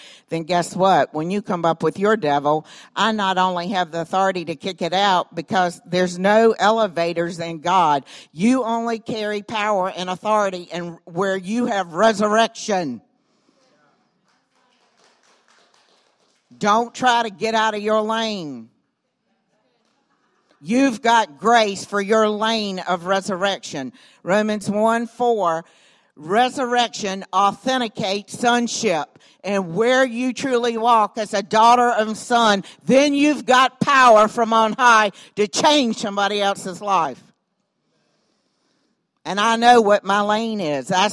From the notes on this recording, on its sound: recorded on Sunday, July 29, 2018, during services at The Anchor Church in Rockport, Maine.